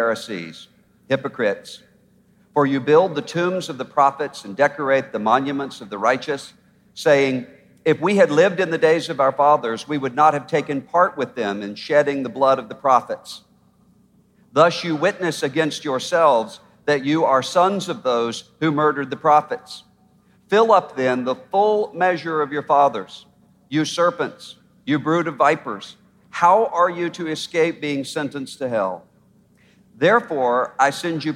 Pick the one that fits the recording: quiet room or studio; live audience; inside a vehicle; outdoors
live audience